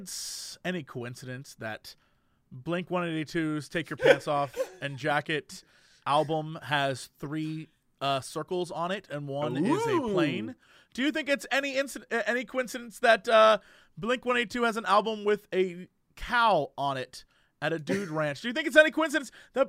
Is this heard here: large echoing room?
no